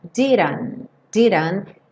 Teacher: E esse último T sumindo